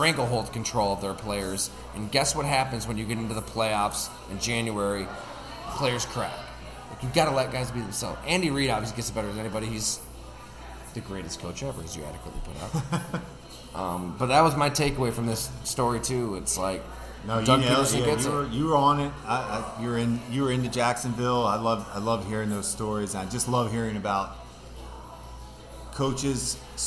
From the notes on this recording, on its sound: Live from Fattey Beer in Hamburg, NY